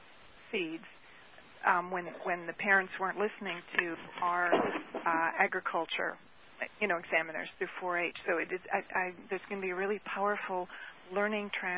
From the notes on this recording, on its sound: Was featured both as an augmented conference call and simultaneously on NASA's "SecondLife: Explorer Island" virtual world settings.